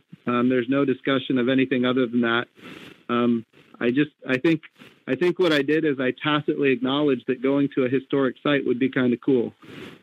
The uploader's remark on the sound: Today we have a teleconference from this past Monday where NASA discussed its early Artemis exploration plans.